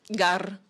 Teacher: un bulgarophone pourra très bien prononcer gar, donc en roulant le R